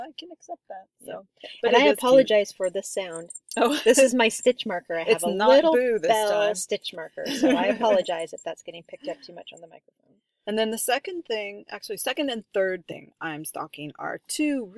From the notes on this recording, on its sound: We are recording in the redwoods again, and we met up with some turkeys!